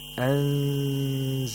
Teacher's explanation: So إخفاء takes place, and you have to apply ikhfa by approximating the place of articulation of the zay, that is, that comes after the noon sakana.